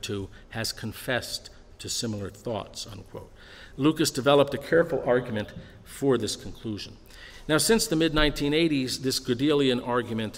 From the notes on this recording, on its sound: delivered at the University of Chicago on April 9, 2015.